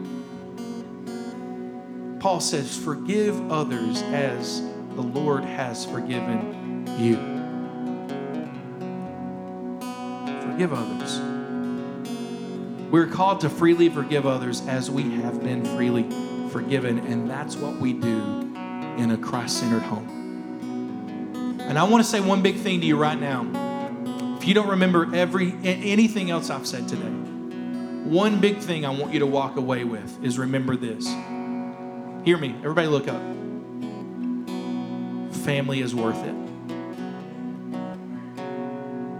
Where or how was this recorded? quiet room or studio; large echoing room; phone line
large echoing room